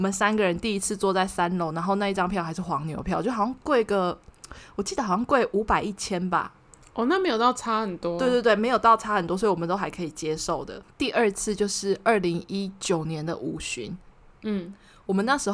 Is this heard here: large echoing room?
no